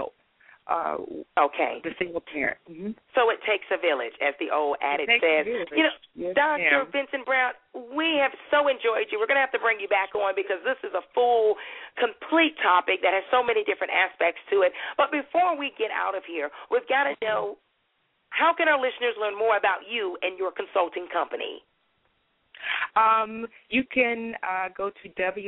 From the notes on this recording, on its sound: will be taking live callers throughout the show